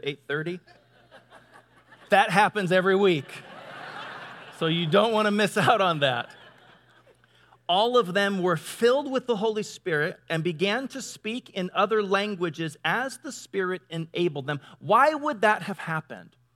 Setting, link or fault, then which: setting, large echoing room